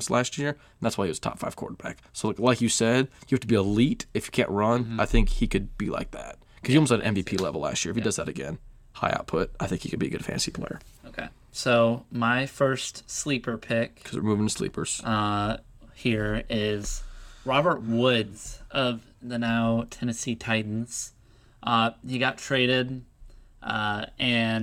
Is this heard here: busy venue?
no